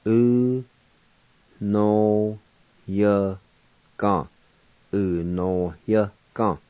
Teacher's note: There's kind of a faint H sound between the O and the Y.